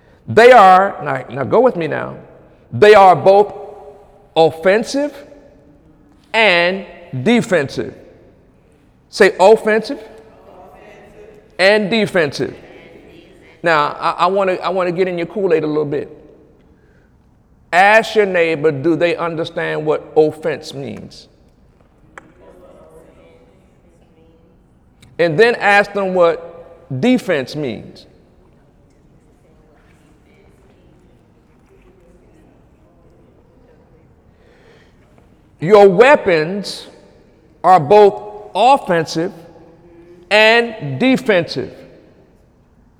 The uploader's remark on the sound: During Wednesday night service on August 23, 2017